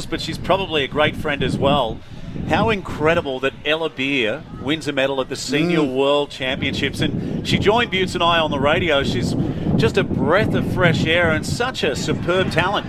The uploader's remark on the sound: Live from Woy Woy oval at the local Rugby Finals. Some other interviews live on site.